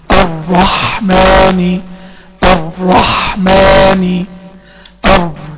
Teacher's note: طيب الصحيح ان انا اخلي اللسان يرتعد مرة او مرتين، في اعتدال في التكرير، الرحمن الرحمن الر، يبقى انا لسان ارتعد مرة او مرتين، والبينية بتاعت طبعا الراء واضحة، تمام، يبقى انا عندي كده ما عملتش حصر للصوت، كتمت الراء لا، ولا كررتها كتير · Term: صفة التكرير